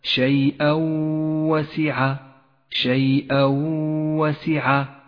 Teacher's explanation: المثال التالي الإدغام بغنة عند قوله تعالى شيئا وسع، شيئا وسع، جاء التنوين وبعده حرف الواو، والواجب هنا أن يسقط التنوين من اللفظ وأن نقف بغنة على حرف الواو زمنها حركتان، ولذلك لون التنوين باللون الرمادي إشارة إلى عدم نطقه، ولون حرف الواو بالأخضر إشارة إلى زمن وموقع الغنة.